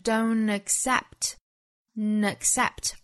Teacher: 其实是相当于把这个 t 的发音略掉了，用前面的鼻音嗯去跟后面元音连读的